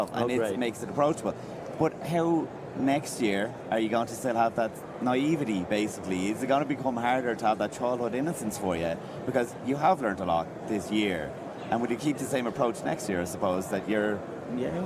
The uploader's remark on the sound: From Radio Row